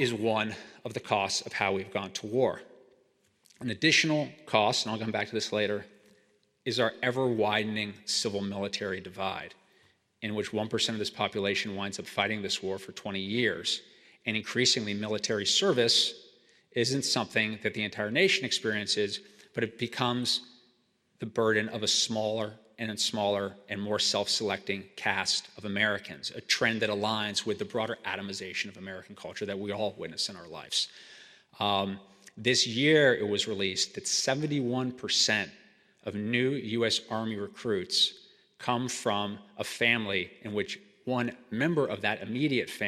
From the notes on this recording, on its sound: Speaking at the Westminster Town Hall Forum in Minneapolis, Minnesota. He spoke in front of a live audience at the Westminster Town Hall Forum in Downtown Minneapolis on April 18, 2023.